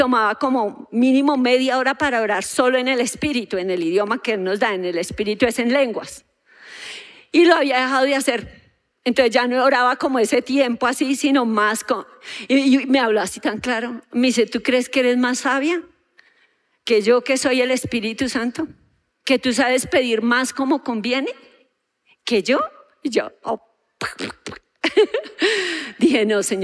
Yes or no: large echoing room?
yes